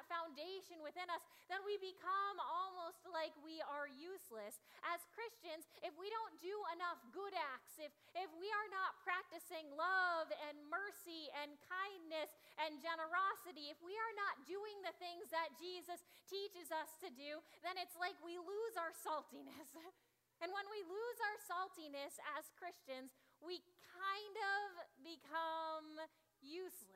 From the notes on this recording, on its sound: Audio from the 9am service. Zion United Church of Christ.